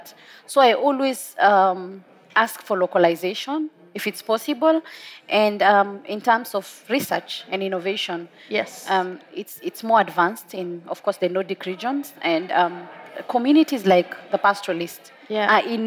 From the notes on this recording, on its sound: recorded at COP28 in Dubai